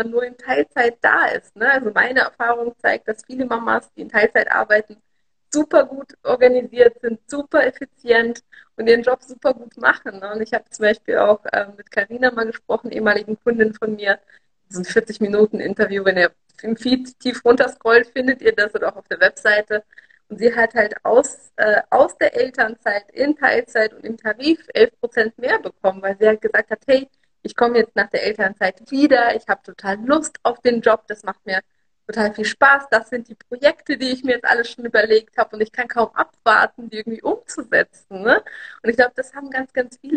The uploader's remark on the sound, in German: Aufzeichnung des Instagram-Live